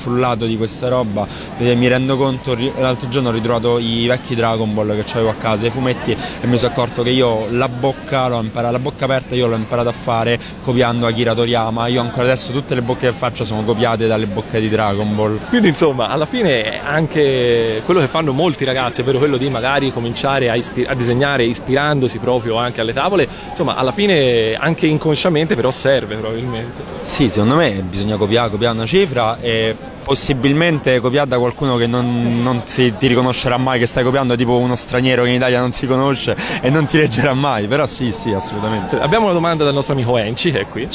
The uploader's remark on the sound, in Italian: Da Lucca Comics & Games 2012 la nostra intervista all’artista più deisderato della manifestazione